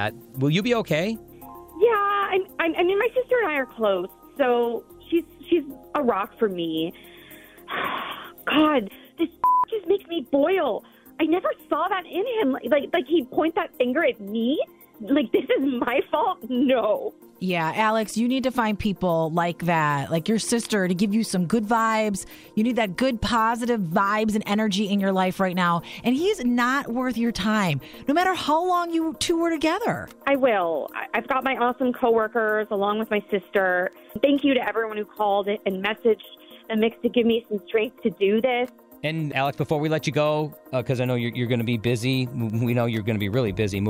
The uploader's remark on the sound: called in with an update